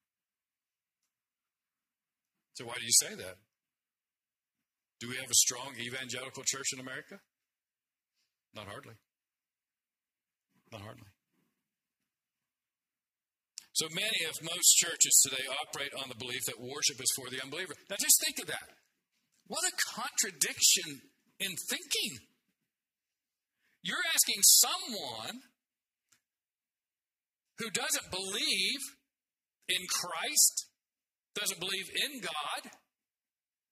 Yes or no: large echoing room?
yes